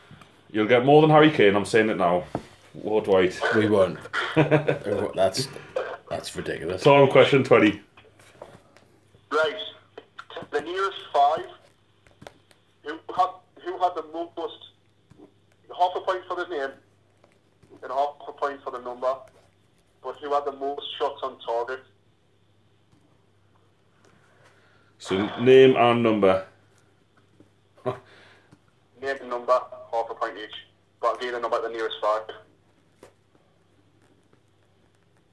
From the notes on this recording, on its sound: In Low Fell who are joined on the phone.